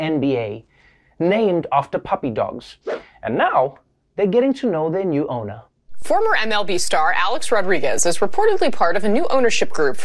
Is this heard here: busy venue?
no